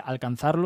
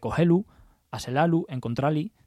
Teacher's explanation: la eliminación de la R final en los verbos infinitivos · Shown in: second take